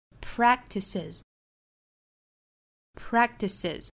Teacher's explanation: 都是前面的这个 K 的发音做失去爆破